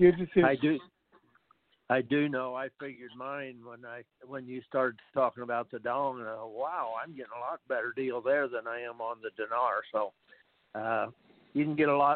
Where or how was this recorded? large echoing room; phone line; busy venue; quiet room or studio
phone line